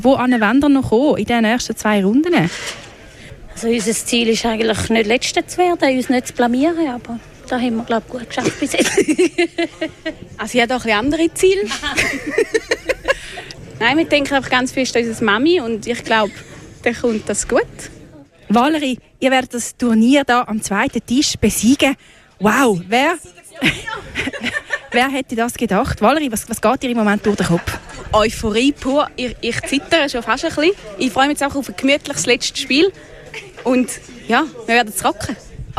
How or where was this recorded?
busy venue